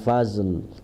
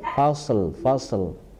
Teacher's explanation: Jadi shodnya nampak, jangan berubah ke zal. · Shown in: second take